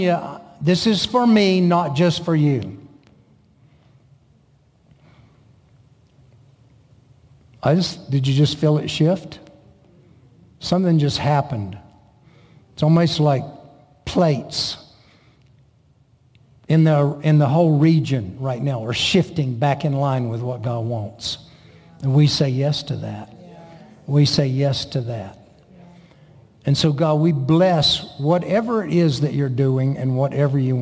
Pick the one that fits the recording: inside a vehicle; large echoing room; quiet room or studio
large echoing room